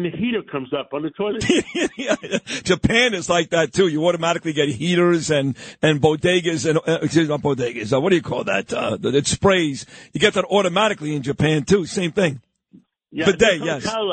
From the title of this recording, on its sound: calls from London